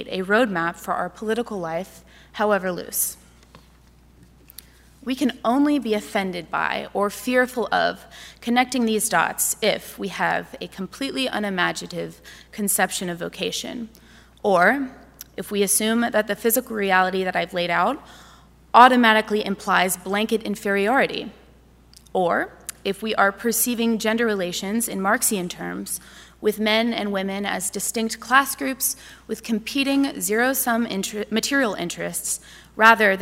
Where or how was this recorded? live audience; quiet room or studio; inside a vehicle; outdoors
live audience